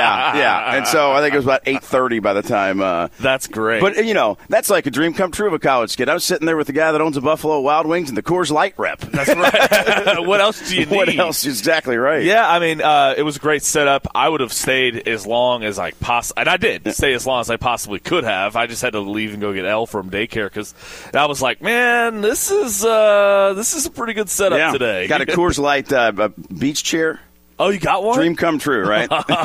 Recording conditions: busy venue